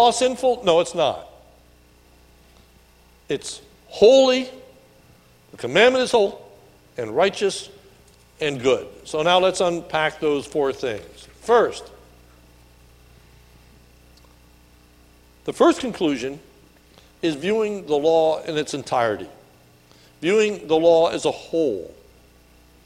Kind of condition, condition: setting, large echoing room